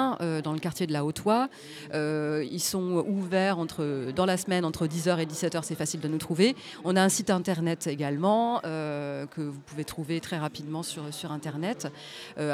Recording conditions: busy venue